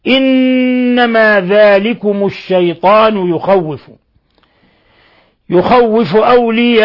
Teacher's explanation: نون مشددة، تسمى عند القراء حرف غن مشدد، تعطى غن مقدارها حركتين من الخشوم